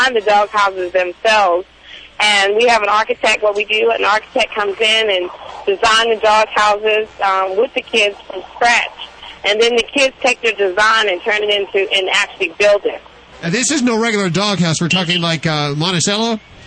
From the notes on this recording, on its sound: Listener phone calls.